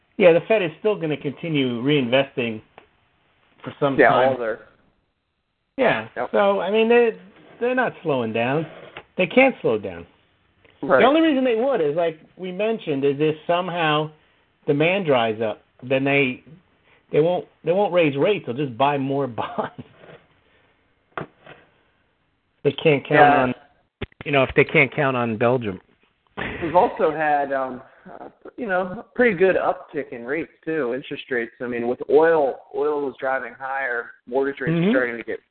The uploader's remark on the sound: Real Estate 360 Live Call.